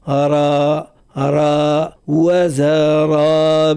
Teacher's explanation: حرف الراء دائما أذك، إذا كان متحركا بالفتح يجب أن نفخم صوته من غير مبالغة. أرى أرى وزرابي، والزاي لا يمكن أن يتأثر بحرف الراء، فلا نقول وزرابي، لا وزرابي.